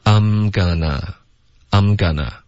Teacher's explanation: 所以我们也会弱读 I 的双元音